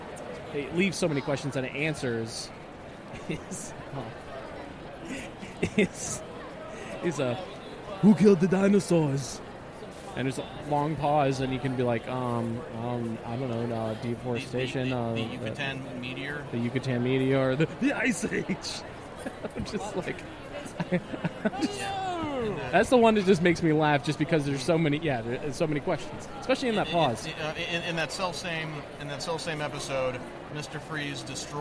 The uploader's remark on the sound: We continue our coverage live from the floor of Awesome Con 2016!